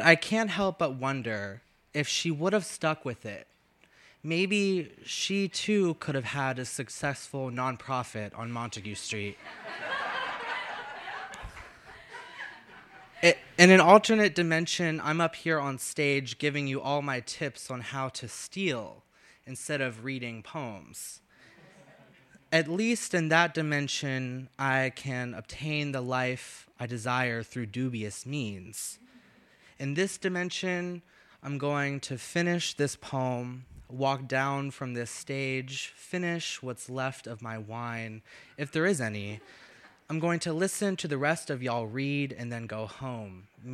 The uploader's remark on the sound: Brooklyn Poets Yawp open mic